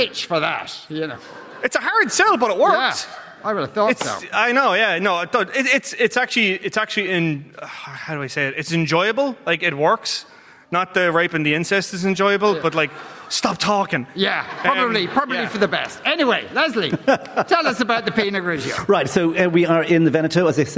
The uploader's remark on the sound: LIVE from Triskel Arts Centre in Cork.